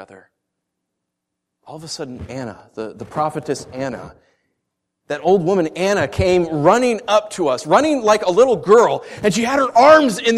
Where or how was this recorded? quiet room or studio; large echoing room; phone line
large echoing room